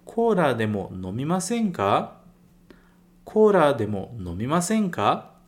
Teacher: Pra cima, isso também é muito importante, essa entonação pra cima, mesmo tendo o ka, deixa a fala muito mais intuitiva, muito mais natural